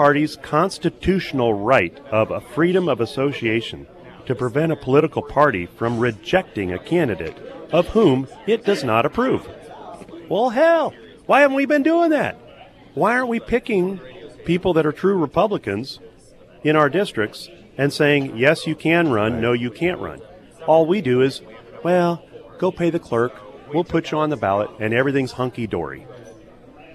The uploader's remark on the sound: live at Scramblers Diner.